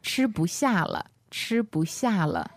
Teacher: 吃 of course is first tone, and then this 不 is neutral, mm. and then the 下 is fourth tone